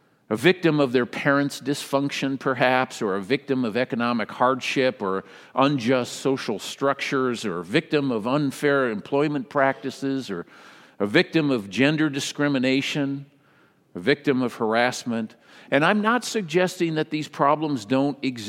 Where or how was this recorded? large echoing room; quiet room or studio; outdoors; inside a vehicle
large echoing room